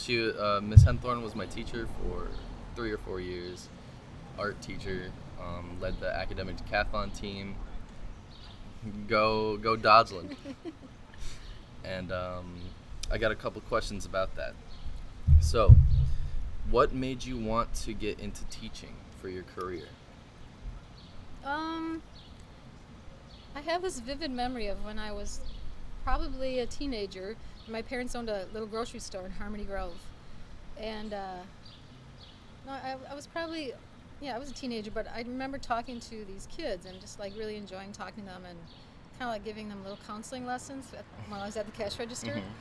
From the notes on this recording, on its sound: We record our conversation in the busy downtown area of Milwaukee (I APOLOGIZE FOR THE CIRCULAR SAW GOING OFF IN THE BACKGROUND OCCASIONALLY) outside of a hole in the wall coffee shop.